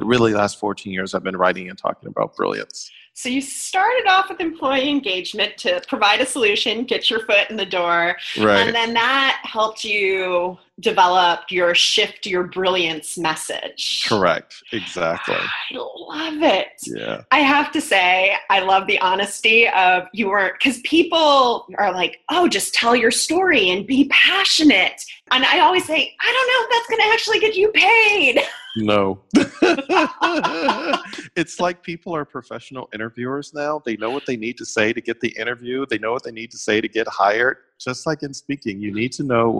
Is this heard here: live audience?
no